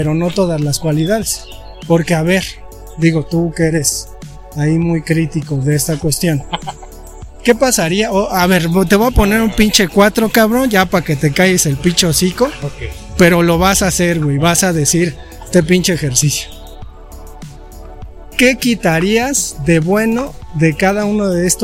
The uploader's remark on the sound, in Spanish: En este episodio caminamos y grabamos durante horas.